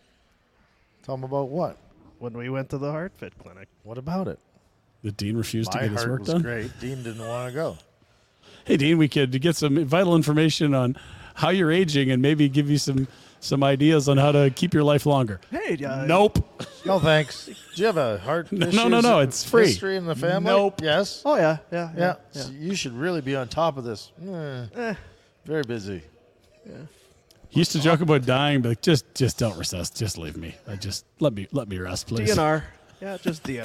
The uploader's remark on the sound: Live from Tower Chrysler